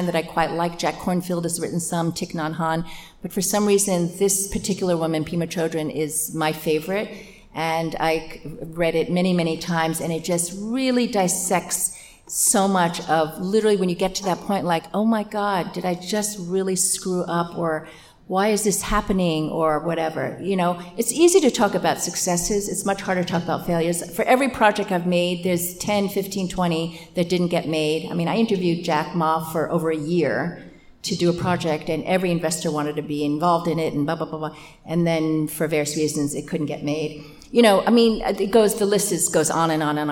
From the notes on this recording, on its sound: Live at our SupChina Women’s Conference on May 14 in New York City. Live at our SupChina Women’s Conference on May 14 in New York City.